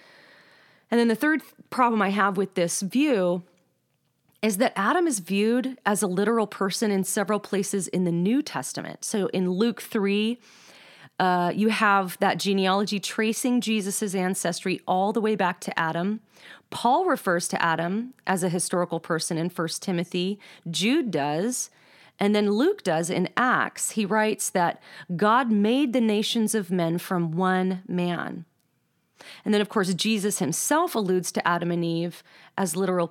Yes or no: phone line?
no